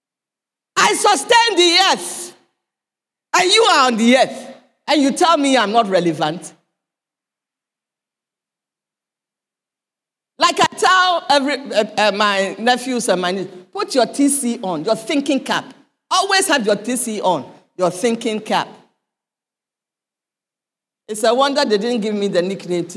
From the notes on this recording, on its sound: Sermon preached at CBC Shiashie Campus